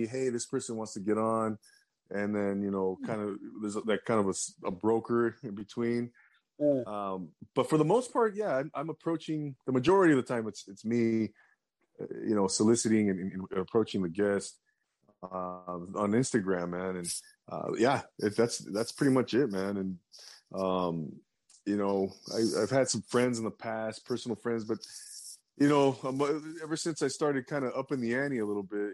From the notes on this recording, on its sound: drops in on a zoom chat